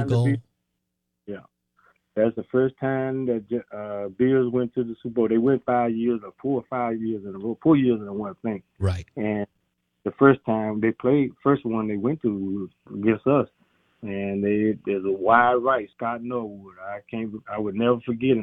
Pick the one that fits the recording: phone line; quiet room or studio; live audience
phone line